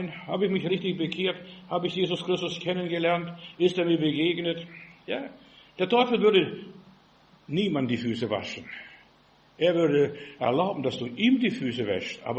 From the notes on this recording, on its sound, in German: im Gemeinde-Zentrum in Berlin aufgenommen